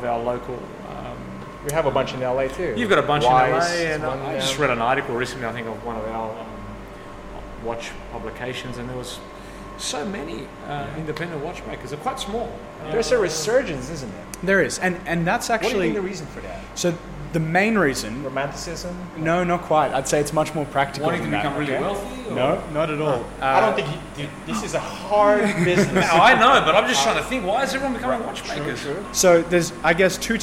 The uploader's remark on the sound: While competing with various background machine noises. Was recorded live in Sydney, Australia.